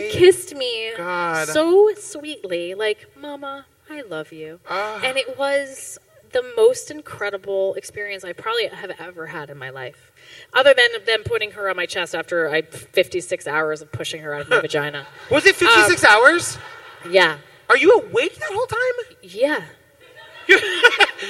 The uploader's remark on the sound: Live on the main stage at Broadway con. In front of 2500 people.